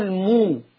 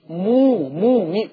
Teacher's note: والمقصود بالصلة ان توصل ميم الجمع بواو لفظية هكذا، او المو، مو دي واو بعملها بعد الميم، مو مو واو لفظية، يعني بنطقها في اللفظ خلاص، واو لفظية خلاص.